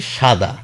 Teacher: আমি যেটা বলছি সেটা কিন্তু তালব্য স